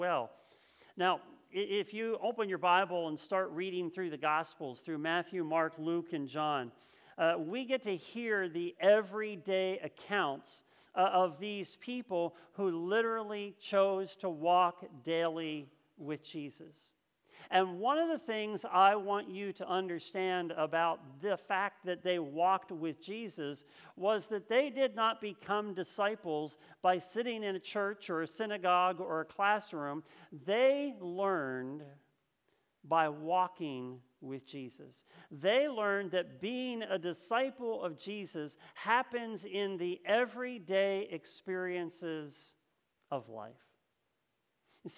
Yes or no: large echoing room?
yes